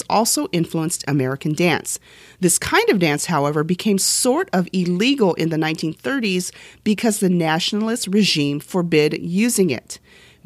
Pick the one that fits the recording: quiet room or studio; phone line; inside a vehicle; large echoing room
quiet room or studio